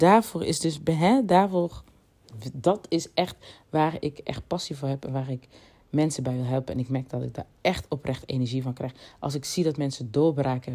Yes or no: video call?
no